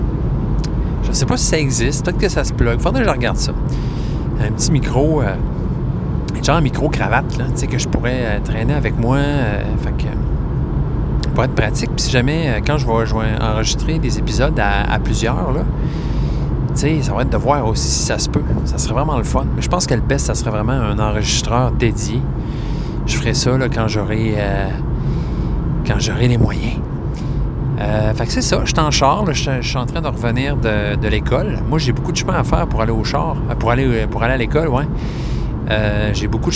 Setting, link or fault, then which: setting, inside a vehicle